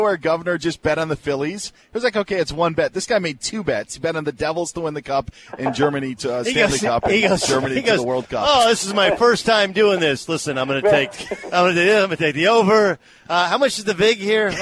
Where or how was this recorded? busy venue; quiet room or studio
busy venue